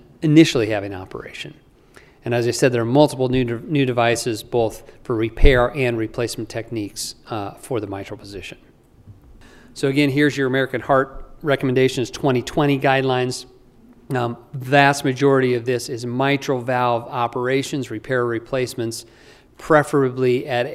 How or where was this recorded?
large echoing room